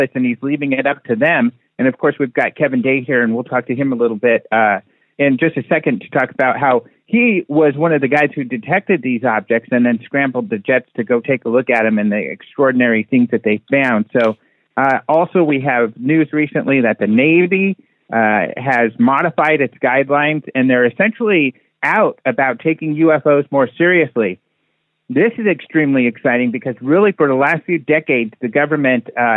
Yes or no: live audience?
no